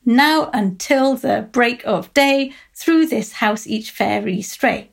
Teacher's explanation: it has four stresses, tetrameter, rather than five stresses in each line, pentameter. And the stress is on the first syllable rather than the second. · Term: trochaic tetrameter